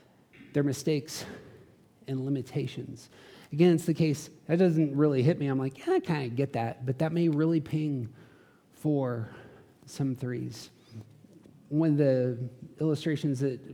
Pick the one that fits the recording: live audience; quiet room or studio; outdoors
live audience